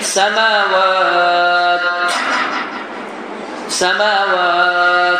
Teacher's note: Birinci qrup insanlar bu səməvat sözünü oxuyanda tə hərfində ifrat bir həms edirlər.